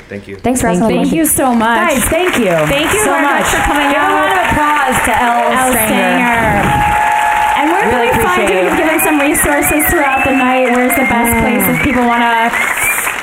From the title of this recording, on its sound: Live from Portland